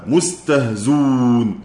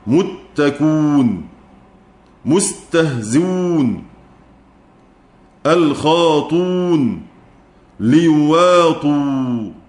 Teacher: طب عندي ازاي مكسورة وبعدها واو ولا تناسب الواو كسرة قبلها، لا تناسب الواو كسرة قبلها، إنما يناسبها ضم، فلذلك إيه؟ لابد بعد حذف الهمزة في نحو كلمة مستهزئون من ضم الزاي قبلها